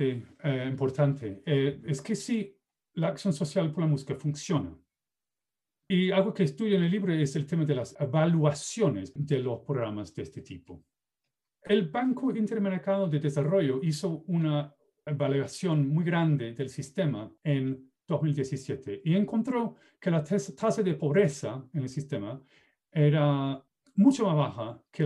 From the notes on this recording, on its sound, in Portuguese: Plataforma ZOOM